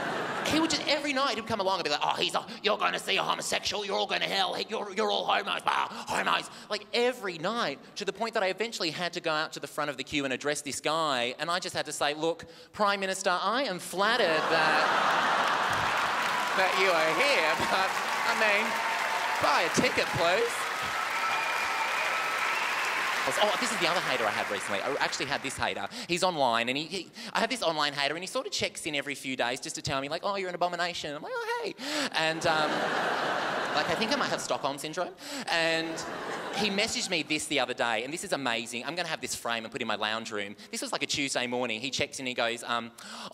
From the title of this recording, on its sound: The Melbourne International Comedy Festival Oxfam Gala 2014